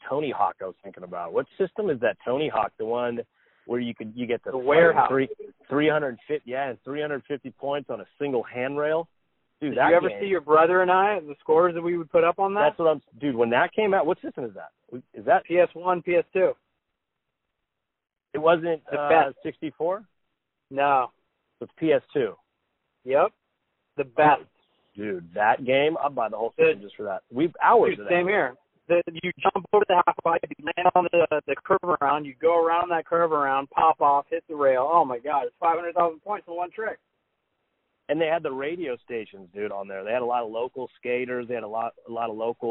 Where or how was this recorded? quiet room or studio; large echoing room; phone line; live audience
phone line